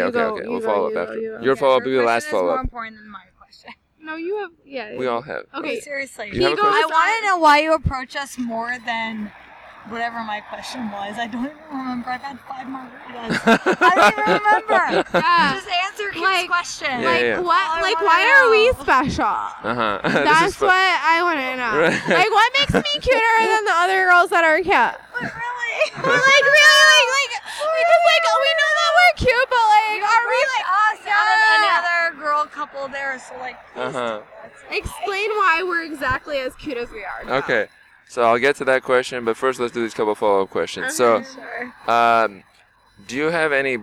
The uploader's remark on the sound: We recorded this one on a sidewalk of a street in Los Angeles. First recording on a public sidewalk with people walking.